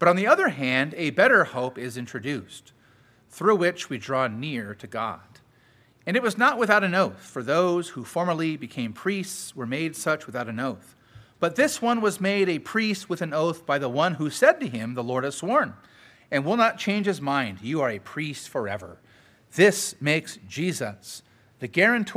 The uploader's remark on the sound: Sermon preached at Grace United Reformed Church